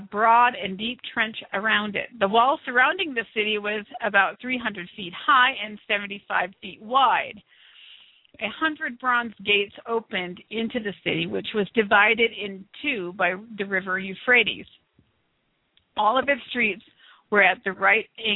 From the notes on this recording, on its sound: This show is the FIRST LIVE CALL-IN SHOW.